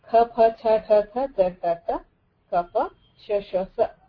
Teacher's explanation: For these vyanjanas, it is vivara, shvasa and aghosha prayatna. All these letters have three vahya prayatnas applying to them called vivara, shvasa and aghosha. · Term: Khar